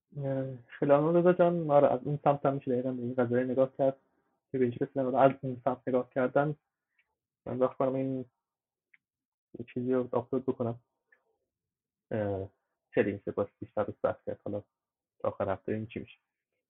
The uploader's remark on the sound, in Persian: این فایل محتوی جلسه آنلاین صوتی ضبط شده همراهان وبگاه آردا برای گفتوگو و تبادل نظر